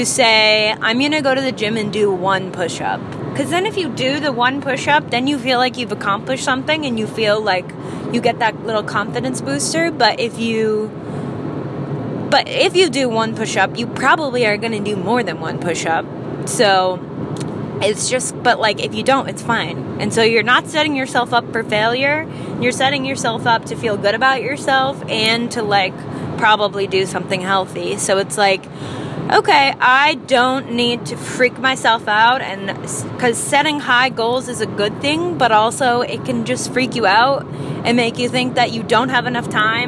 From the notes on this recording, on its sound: I recorded this in the car.